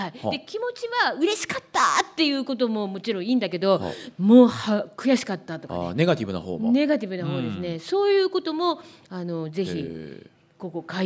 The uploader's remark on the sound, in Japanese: 公開収録。